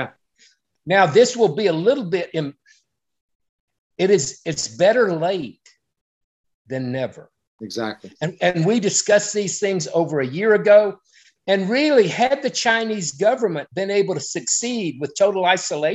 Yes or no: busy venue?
no